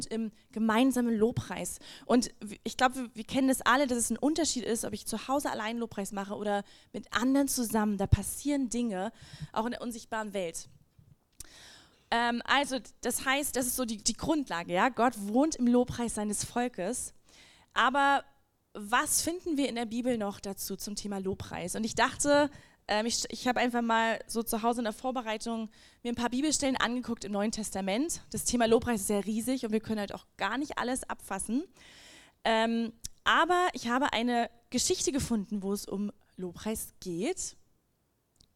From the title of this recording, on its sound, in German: Lobpreis und Anbetung - Gottesdienst Predigt